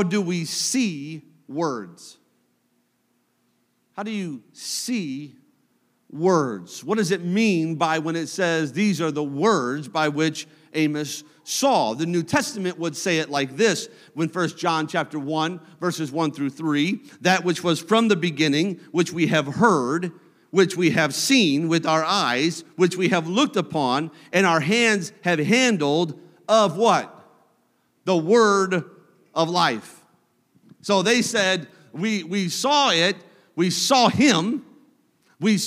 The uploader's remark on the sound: a service recording from Connect Point UPC